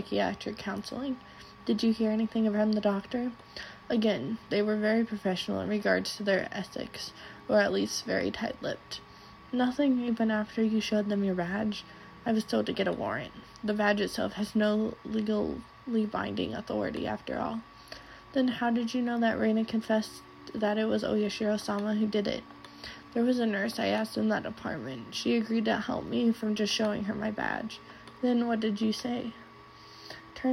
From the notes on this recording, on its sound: This one has the background sound